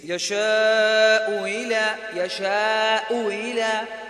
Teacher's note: الهمزة الأولى مضمومة والثانية مكسورة فيها التسهيل